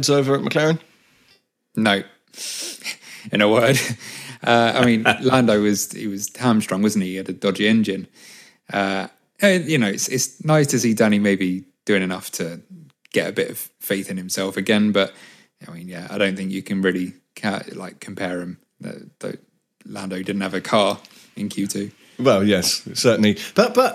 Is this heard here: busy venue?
no